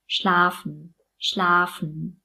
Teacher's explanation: Und bei schlafen lassen wir auch den Schwa-Laut weg. Schlafen. Schlafen.